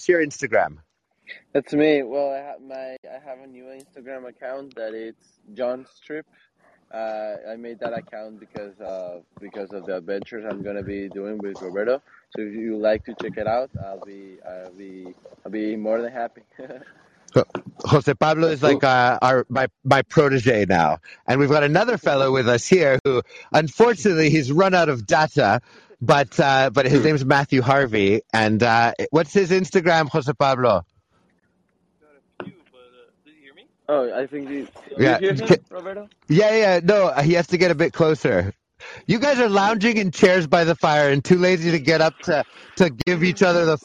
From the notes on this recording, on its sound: Kayaking on a frozen lake. Live from the backcountry.